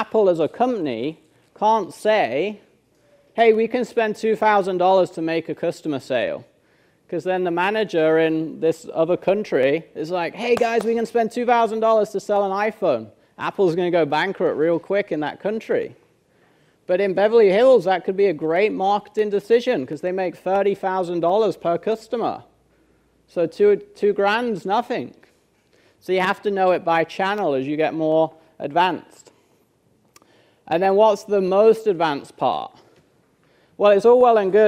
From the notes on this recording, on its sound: Joins us at our HQ in Largo, FL for a live workshop in this episode.